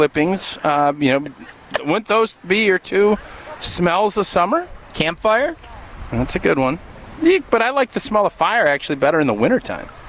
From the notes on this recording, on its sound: live from Brat Bash 2022 at Zimbrick Chevrolet in Sun Prairie